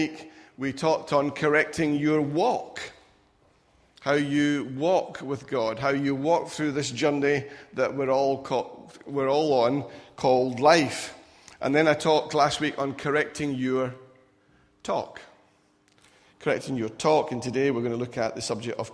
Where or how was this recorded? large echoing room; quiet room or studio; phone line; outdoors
large echoing room